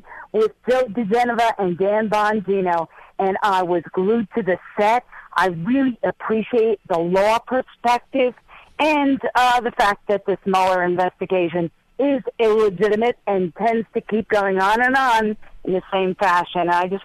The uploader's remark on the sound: calls